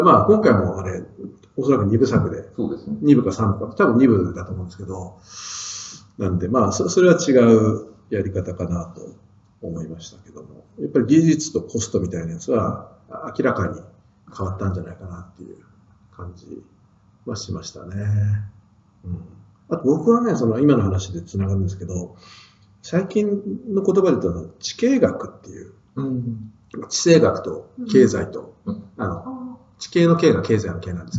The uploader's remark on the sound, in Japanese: 旧マイクで音声ややわるいです